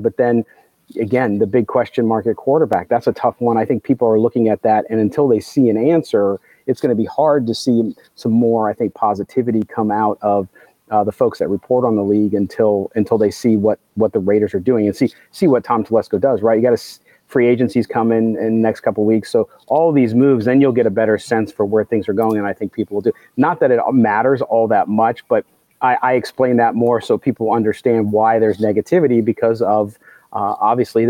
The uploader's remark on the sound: live at the NFL Combine